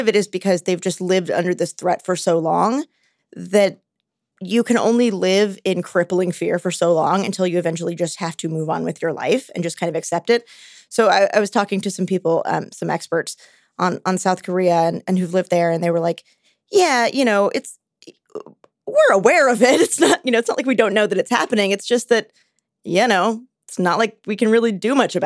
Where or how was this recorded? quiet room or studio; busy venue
quiet room or studio